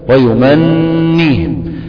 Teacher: النون هنا مشددة وحركتها الكسر، تتفك باتنين نون، واحدة ساكنة والتانية مكسورة · Term: النون المشددة